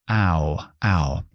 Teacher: requiere un esfuerzo por parte de la boca para abrir primero tanto y luego terminar con la U